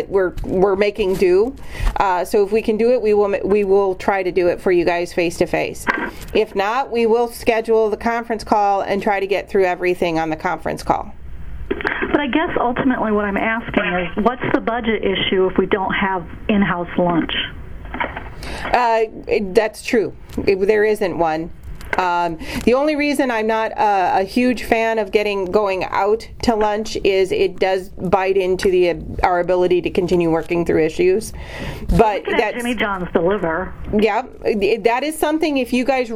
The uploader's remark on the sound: IAI Business Major Conference call. Conference call discussion.